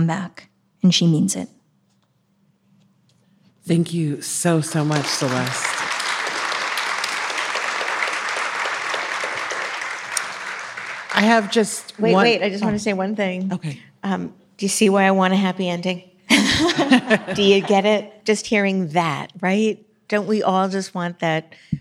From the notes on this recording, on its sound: joins a live audience